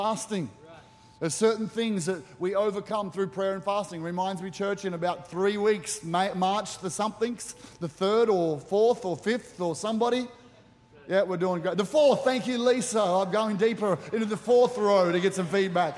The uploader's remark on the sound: With services streamed live at 9am AEST. Recorded during our 9am service on Sunday, the 18th of February 2024.